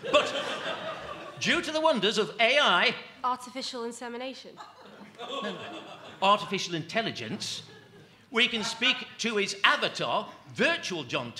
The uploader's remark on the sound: live from The Peel Centenary Centre.